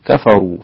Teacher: الراء مفخمة قولا واحدا